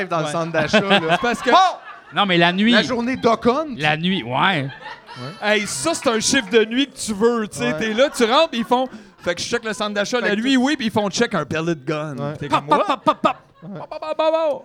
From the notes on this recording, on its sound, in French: Épisode enregistré le 9 mai 2023 au Terminal Comedy Club à Montréal.